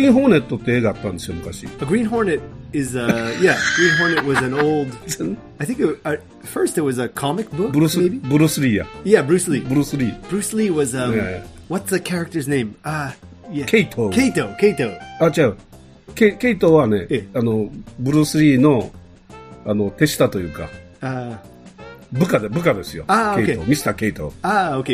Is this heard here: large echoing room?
no